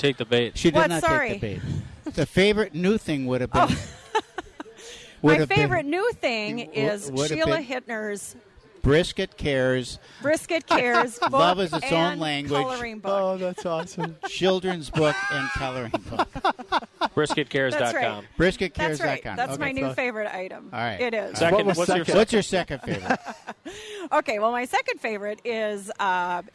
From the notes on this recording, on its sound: Live from the Fair